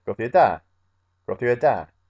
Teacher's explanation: Sometimes people will just say gothu hada, without really doing the guttural.